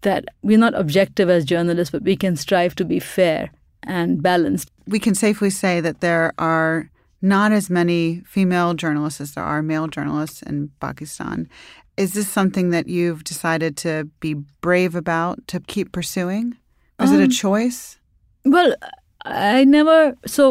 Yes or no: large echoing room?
no